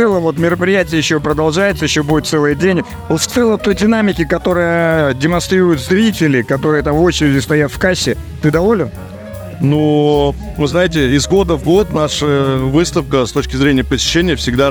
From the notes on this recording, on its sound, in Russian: Записано с 1 по 3 декабря на месте событий - Москва, Краснопресненская наб., 14, ЦВК «Экспоцентр». Выставка «Поехали 2023».